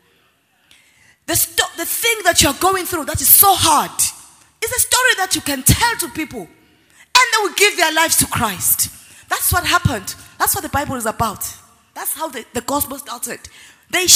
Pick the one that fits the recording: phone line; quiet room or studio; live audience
live audience